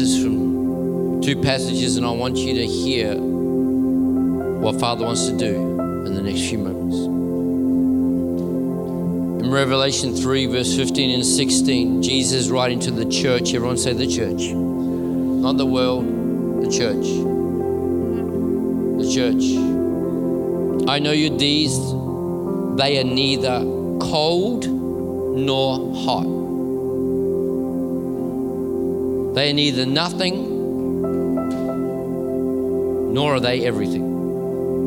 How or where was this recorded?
large echoing room